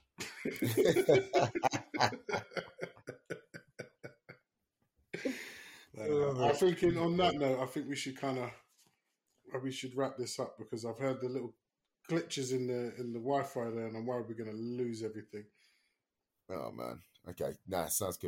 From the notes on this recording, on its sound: Apologies for the sound quality we had a lot of technical difficulties.